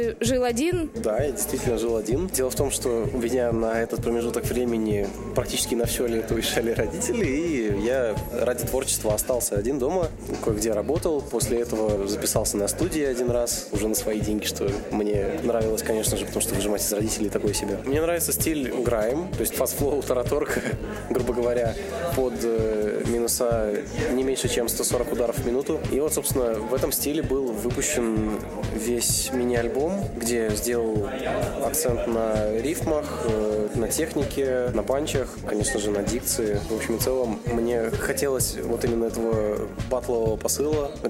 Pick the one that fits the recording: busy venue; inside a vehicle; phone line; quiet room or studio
busy venue